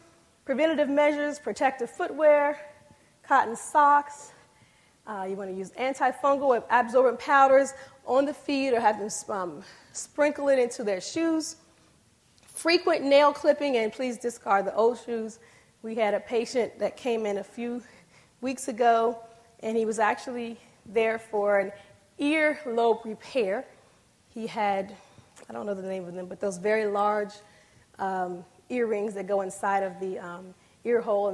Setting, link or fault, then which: setting, large echoing room